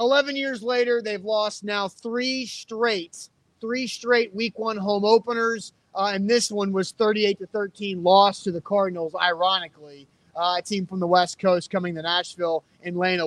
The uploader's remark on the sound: Live from Mill Creek Brewing